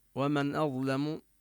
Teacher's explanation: عندنا هنا النون الساكنة بعدها همزة والحكم هو الإظهار لأن الهمزة من حروف الحلق، الهمزة والهاء والعين والحاء والغين والخاء.